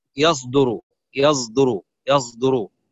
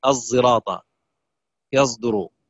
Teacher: كان بعض العرب حينما ينطق الصاد ينطقها قريبا من الزاي · Term: إشمام